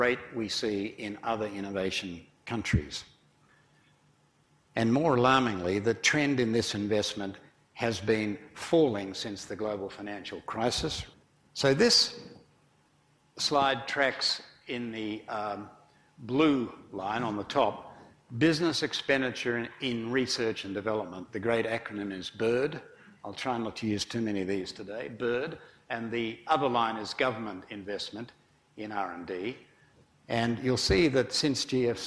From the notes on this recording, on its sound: IFE Grand Challenge Lecture, recorded on April 6 2018 at QUT